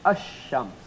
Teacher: But the law here in the sun letters say, whenever one of the sun letters come face to face with al, the definite article, then you don't pronounce the lam, you cannot pronounce the lam. You have to connect the hamza directly to the first alphabet, and then you put a small shad on top of the first alphabet.